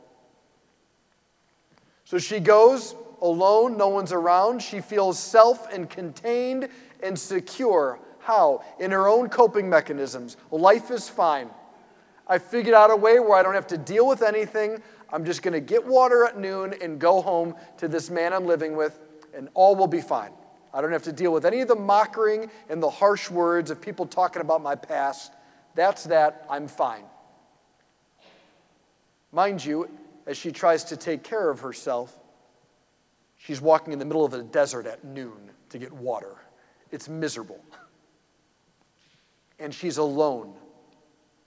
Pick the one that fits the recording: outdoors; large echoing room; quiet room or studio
large echoing room